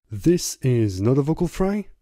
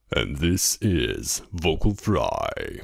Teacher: Es ist eine bestimmte Art, die Stimmlippen schwingen zu lassen. Langsam, locker und mit sehr geringer Tonhöhe. · Shown in: second take